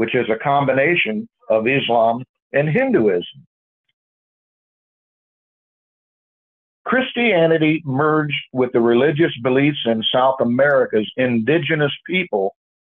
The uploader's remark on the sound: Call In Bible Study